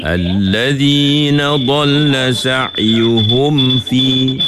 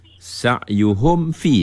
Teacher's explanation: Sebab mim kan huruf bibir, fa pun huruf bibir · Term: izhar syafawi asyad